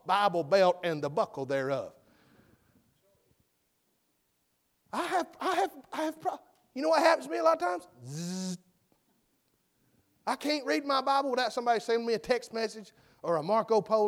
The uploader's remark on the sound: full message preached at McGhee's Mill BC Semora, NC.